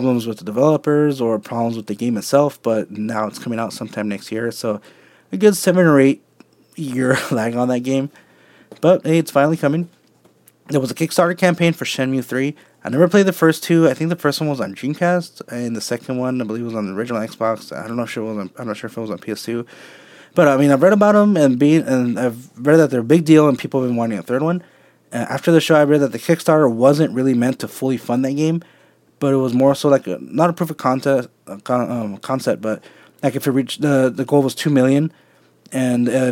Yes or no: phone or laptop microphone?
no